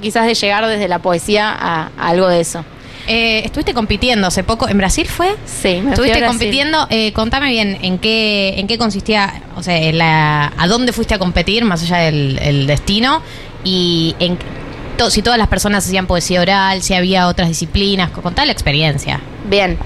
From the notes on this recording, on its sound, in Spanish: En vivo en la terraza de Yunta.